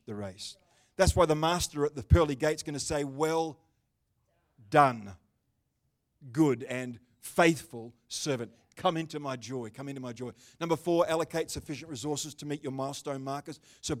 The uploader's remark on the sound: The livestream of Destiny Church Atherton.